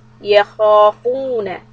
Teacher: خا is heavy don't round the mouth